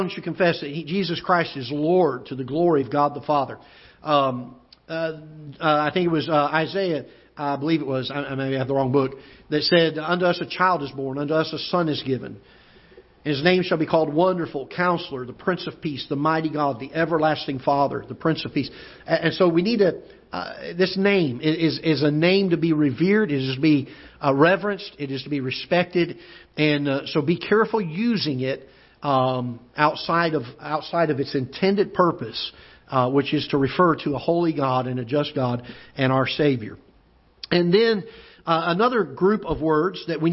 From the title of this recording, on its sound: Ketha Heights Baptist Church ~ Live Broadcast